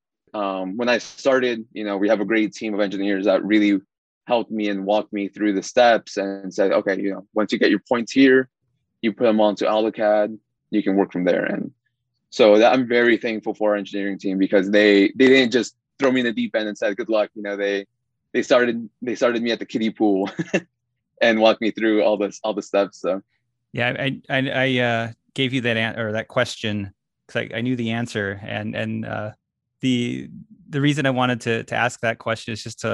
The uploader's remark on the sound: via Zoom